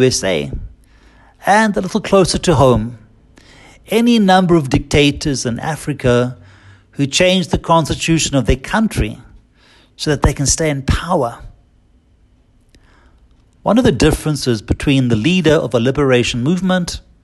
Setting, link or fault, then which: setting, large echoing room